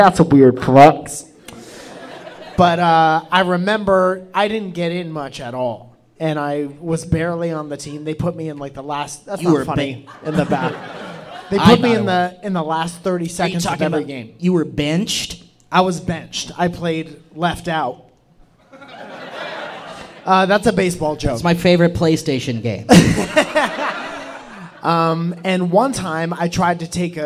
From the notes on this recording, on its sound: LIVE! - At The Soda Parlor, Nashville TN. Performed LIVE at The Soda Parlor in Nashville Tennessee!